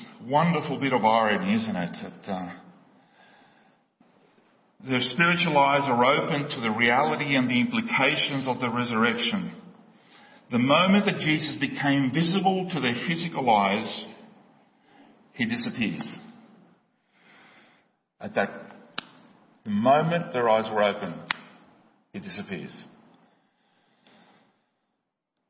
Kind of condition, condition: setting, large echoing room